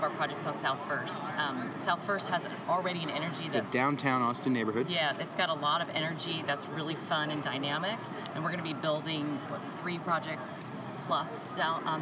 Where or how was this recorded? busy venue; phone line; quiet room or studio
busy venue